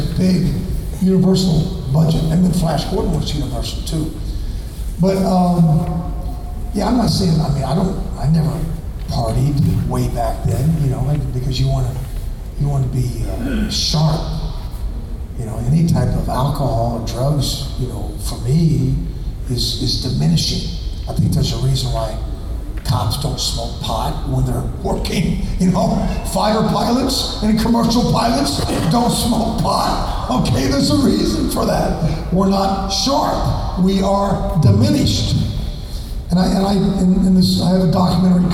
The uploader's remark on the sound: Gulf Coast Fan Fest 2018. They take questions from the audience.